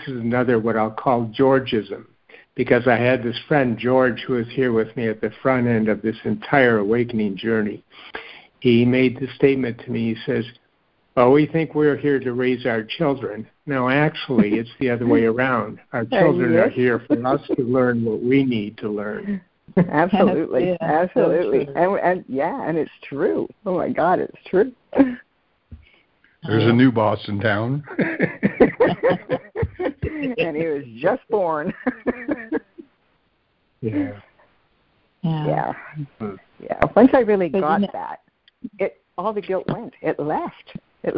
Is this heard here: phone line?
yes